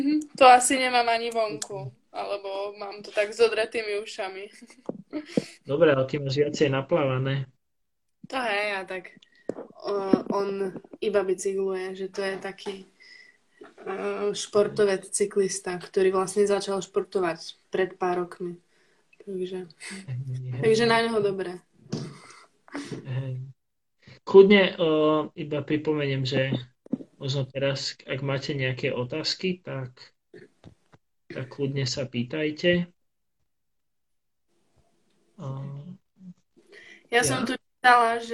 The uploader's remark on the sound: This episode of the Podcast has been recorded through Instagram Live